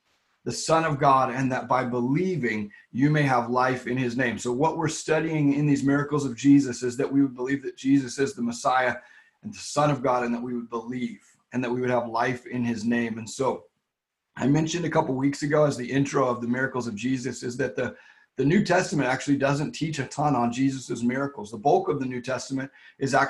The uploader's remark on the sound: LWRV Zoom Church